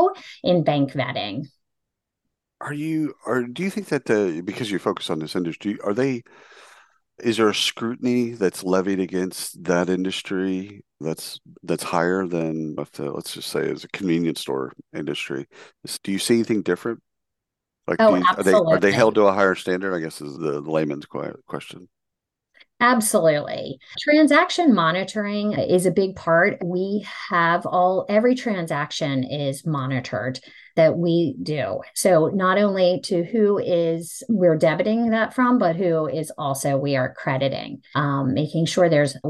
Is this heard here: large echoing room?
no